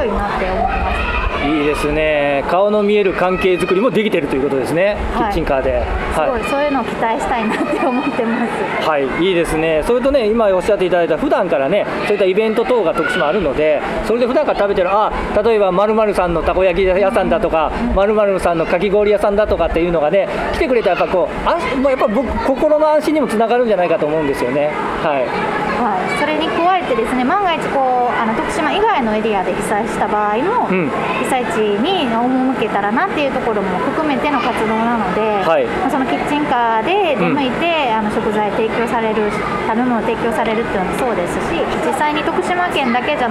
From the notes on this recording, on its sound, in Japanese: 久々の屋外収録です！！小松島市・あいさい広場で開催「防災キッチンカーマルシェ」の様子をお届けします。